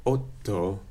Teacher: the stop portion is lengthened before the release · Term: geminate sound